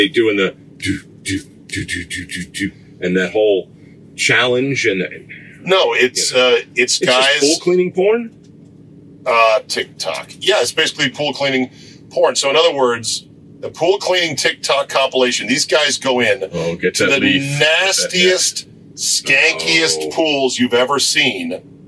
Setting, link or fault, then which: setting, inside a vehicle